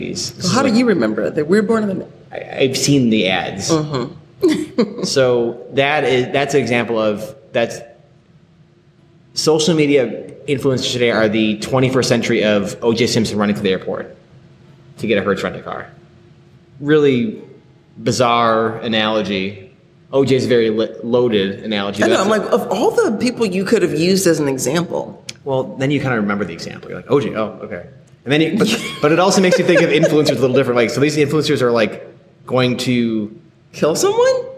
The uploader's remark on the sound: Deal with a bit of echo with the audio file.